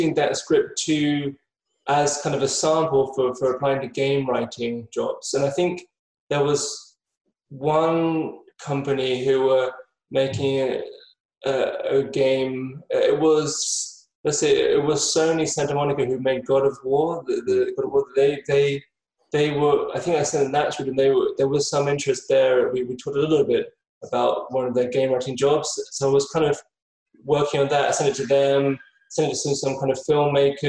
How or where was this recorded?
video call